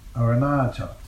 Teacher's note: The third and last vowels are long. Accent being mainly in the third